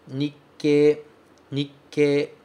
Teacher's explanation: Tudo que ele vai fazer é criar uma pequena pausa. Antes de falar a próxima consoante, você dá uma segurada, dá uma pausa, uma pequena travada para poder falar. É isso que esse ts pequeno faz.